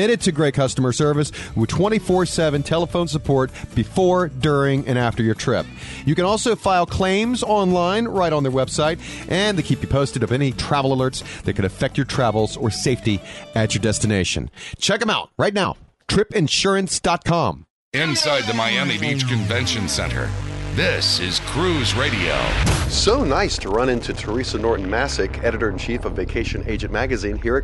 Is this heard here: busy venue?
yes